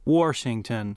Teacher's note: a lot of Texans pronounced the word Washington as if it had an R in it